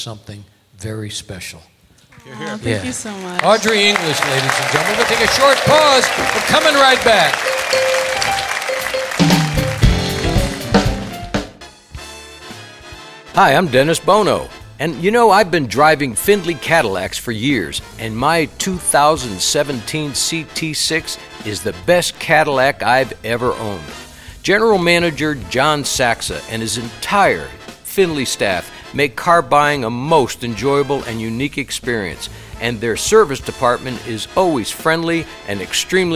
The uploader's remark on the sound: Live at the South Point